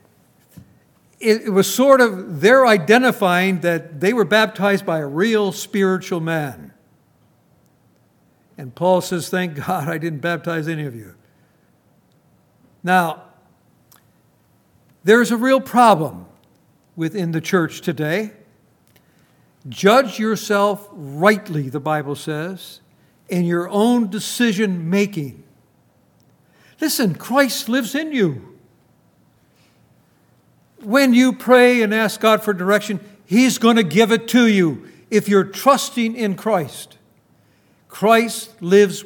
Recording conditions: large echoing room